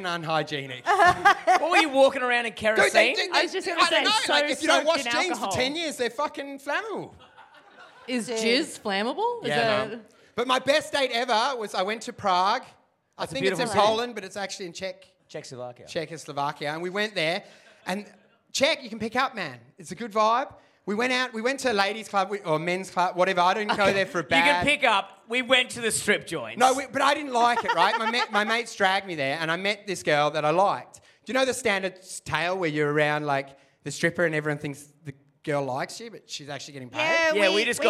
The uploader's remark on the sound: Live in Perth